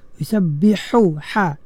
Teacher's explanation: Kena pastikan tengah halqum itu disempitkan supaya dapat menyebut huruf ha dengan betul.